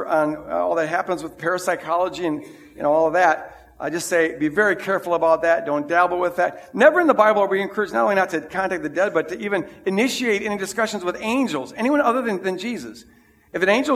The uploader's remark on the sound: This is the recording of the 9:00 Sunday service.